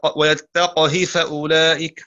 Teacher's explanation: أسكن القاف مع كسر الهاء